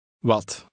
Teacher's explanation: The Dutch W has a sound that lies between the English sounds V and W.